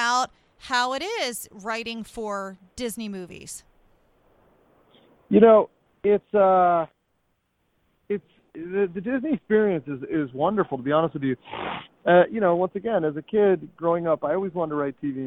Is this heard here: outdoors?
yes